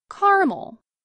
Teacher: In parts of the Appalachian Mountains and much of the Midwest, many Americans pronounce this word with 2 syllables, as in caramel.